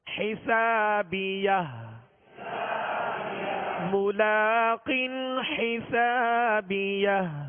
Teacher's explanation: آخر میں ہا ساکنہ ہے، ہا ساکنہ کی آواز واضح ہو · سین کے ساتھ الف ہے، الف مدہ ہے، ایک الف کی مقدار کھینچ کر ادا کریں گے